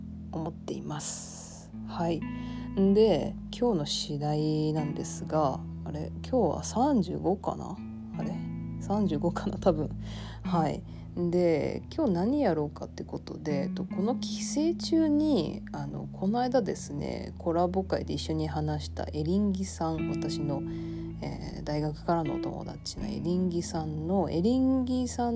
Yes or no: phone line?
no